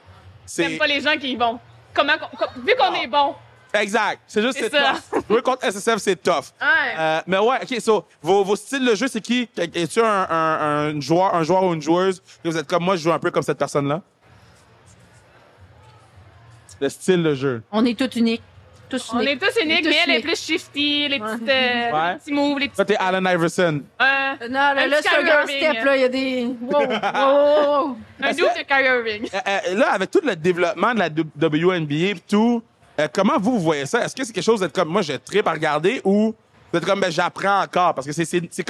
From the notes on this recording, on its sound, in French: Sans Restriction était live du Centre Vidéotron pour le Duel de la LECB!